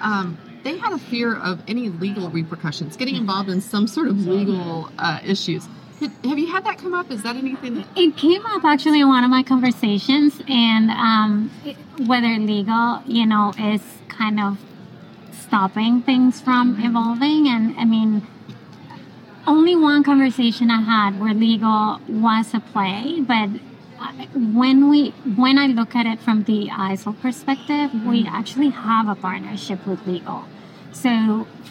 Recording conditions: busy venue